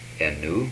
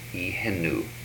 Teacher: These are aspirated vowels. · Shown in: second take